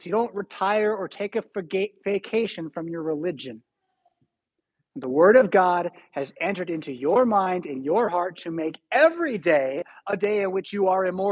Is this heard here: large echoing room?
yes